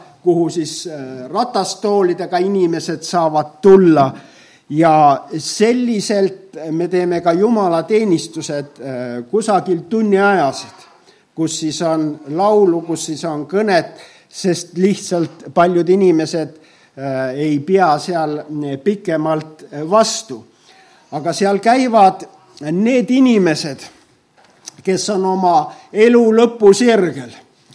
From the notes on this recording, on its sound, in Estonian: Audio salvestus koosolekult